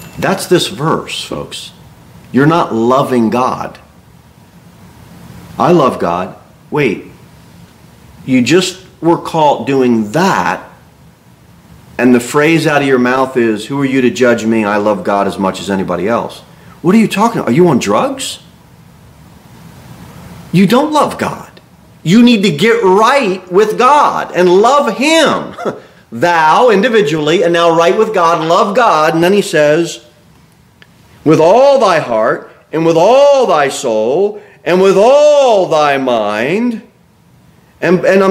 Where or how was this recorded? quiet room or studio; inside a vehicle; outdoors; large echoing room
large echoing room